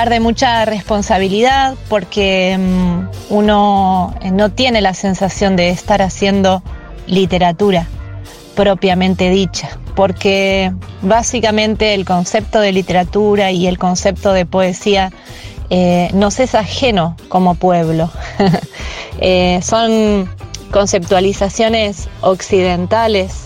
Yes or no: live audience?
no